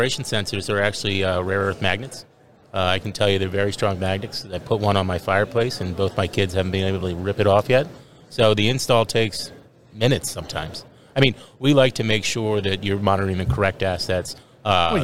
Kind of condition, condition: setting, busy venue